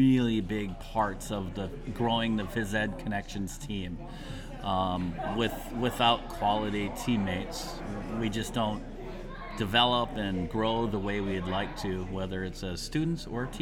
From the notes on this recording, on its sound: Stillwater, Minnesota was buzzing thanks to the PE Connections Conference and the OPEN Forum Podcast was there to capture it.